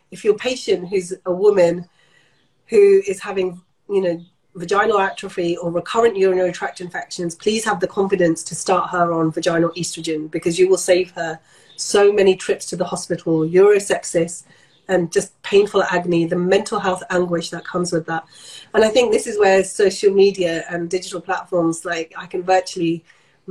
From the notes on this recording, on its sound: Taken from their Instagram Live chat